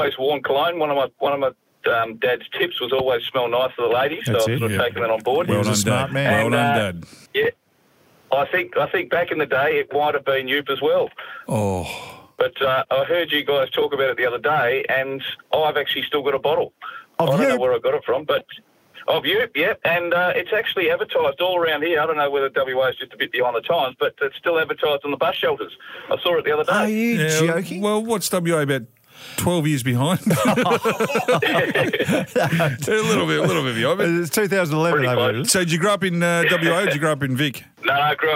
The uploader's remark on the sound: call him live on the show